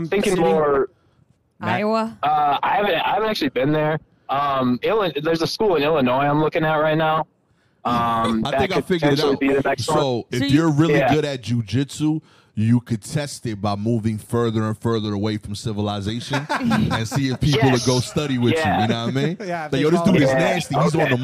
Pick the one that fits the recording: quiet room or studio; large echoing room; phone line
phone line